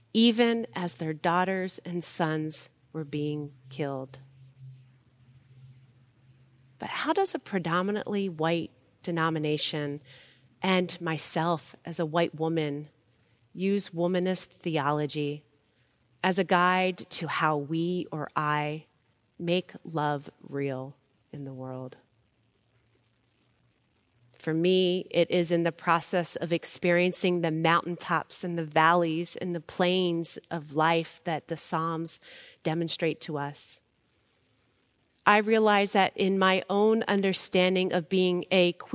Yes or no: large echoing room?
yes